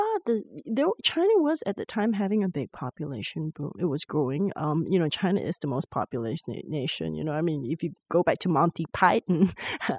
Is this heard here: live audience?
no